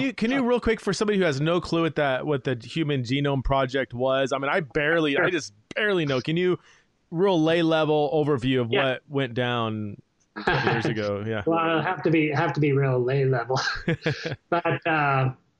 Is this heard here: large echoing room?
no